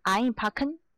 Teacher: 所以它重音在前面，在 ein 上